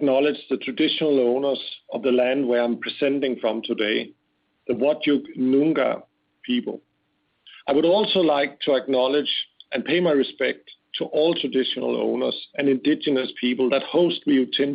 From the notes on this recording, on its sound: conference call